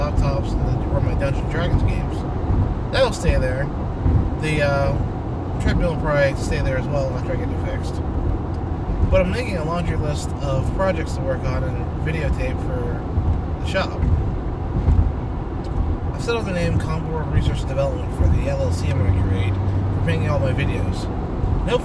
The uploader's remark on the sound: Special Car edition